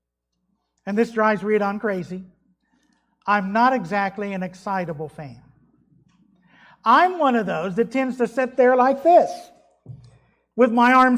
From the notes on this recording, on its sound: was delivered at Trinity Baptist Church on Sunday morning, June 6th, 2021.